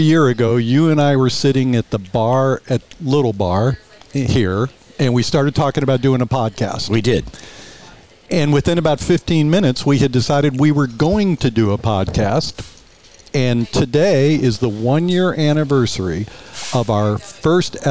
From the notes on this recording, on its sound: Live from Skip Paige's Little Bar , the Center of the Coachella Valley Universe in Palm Desert. Live from Skip Paige's Little Bar , the Center of the Coachella Valley Universe in Palm Desert.